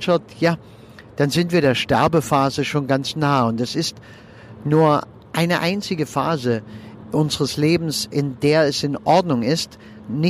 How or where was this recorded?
inside a vehicle